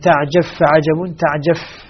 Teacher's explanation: ستسقط الباء في الفاء ذاتا وصفة طبعا هنا، لأن الإدغام سيكون كاملا. وإن تعجب فعجب، وإن تعجف فعجب، تعجف، فالباء هنا سقطت.